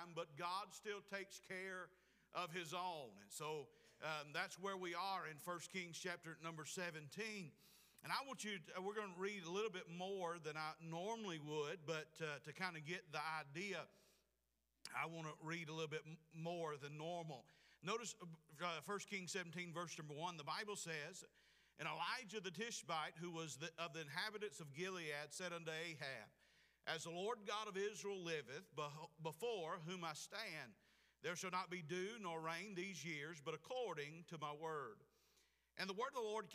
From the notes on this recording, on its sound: Preached at Clifton Baptist Church, Forest Ms.